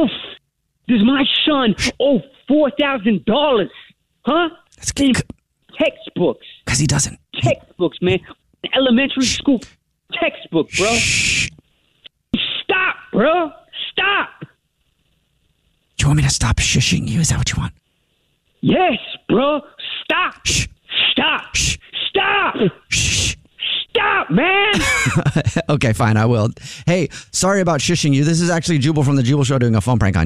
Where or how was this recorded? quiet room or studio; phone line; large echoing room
phone line